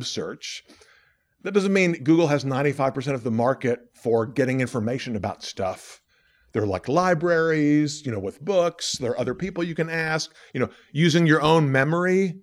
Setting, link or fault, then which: setting, large echoing room